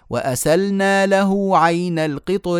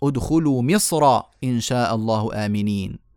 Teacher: فاذا القطري وصلا مرققه ومصر وصلا مفخمه